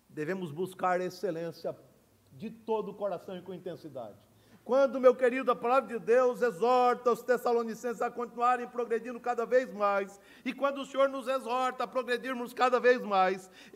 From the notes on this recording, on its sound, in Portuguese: No culto presencial e transmitido ao vivo no domingo pela manhã (9h).